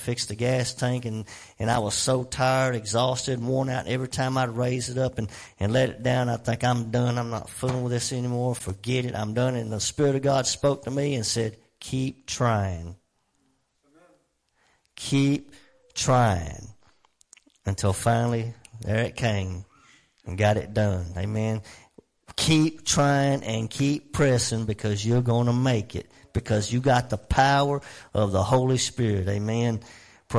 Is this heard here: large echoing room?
yes